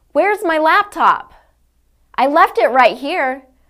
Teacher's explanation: did you hear that high pitch to my voice?